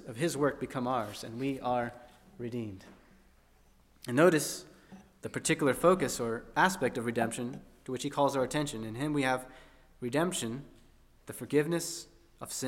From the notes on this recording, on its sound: At First Baptist Church in Delphi, Indiana.